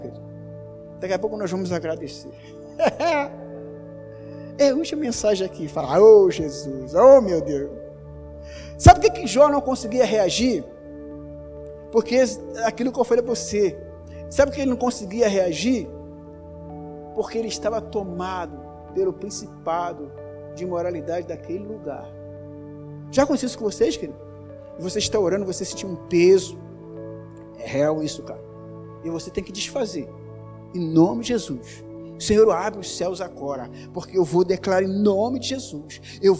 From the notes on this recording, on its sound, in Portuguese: Áudio da mensagem ministrada no Culto de Celebração realizado no Domingo. Na Igreja Cristo Salva Campinas.